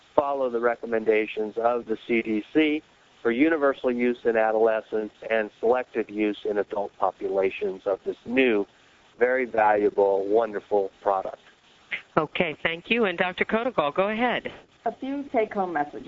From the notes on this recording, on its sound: July 2005 Author in the Room® Teleconference